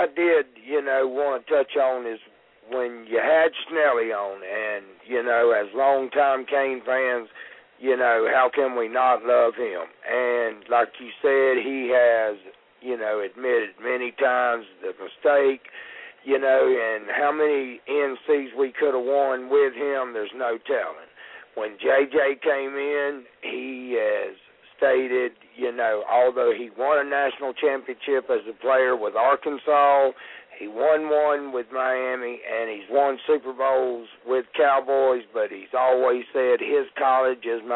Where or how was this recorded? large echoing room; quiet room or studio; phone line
phone line